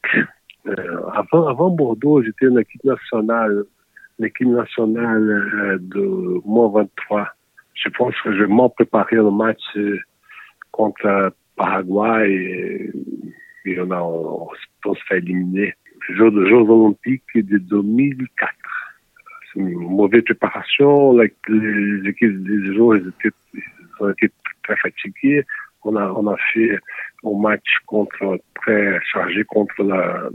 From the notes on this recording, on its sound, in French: Il nous a répondu par téléphone depuis son pays.